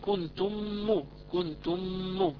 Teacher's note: عندنا ميم أضغمت في ميم مثلها، فهذا عندنا إضغام